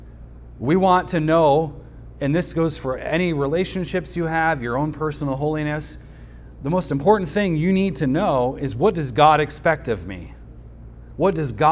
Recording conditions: large echoing room